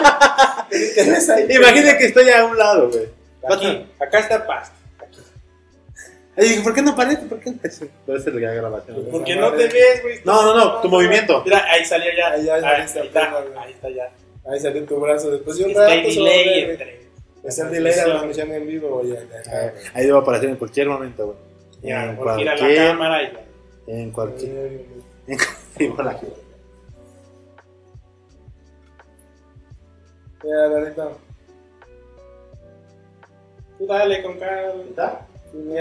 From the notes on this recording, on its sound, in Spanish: Probamos transmisión en vivo. Disculpen el audio pero la cagamos.